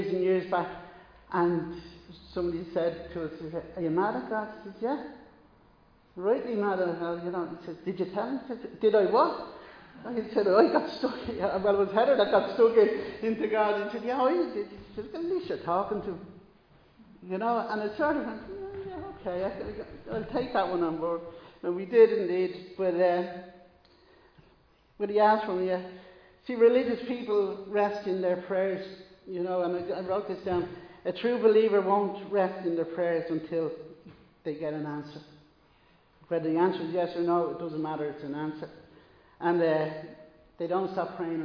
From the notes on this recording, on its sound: Recorded live in Liberty Church on 15 May 2022.